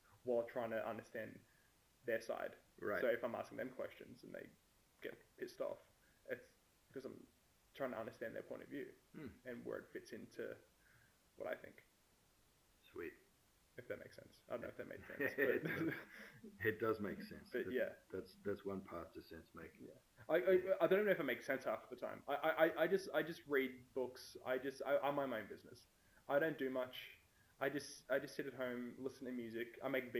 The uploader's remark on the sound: Sound for this episode isn't great